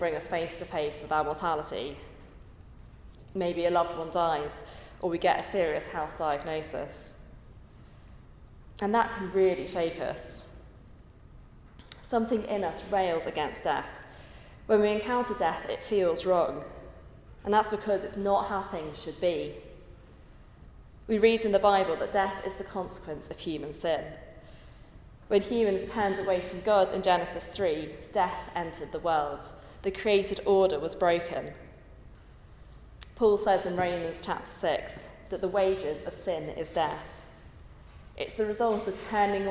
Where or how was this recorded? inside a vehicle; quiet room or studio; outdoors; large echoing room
large echoing room